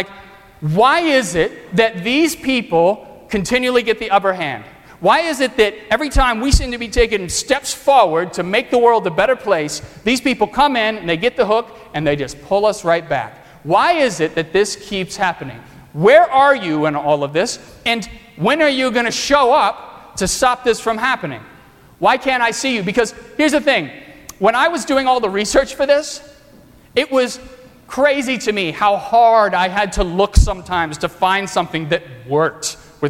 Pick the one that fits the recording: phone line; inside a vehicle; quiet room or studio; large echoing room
large echoing room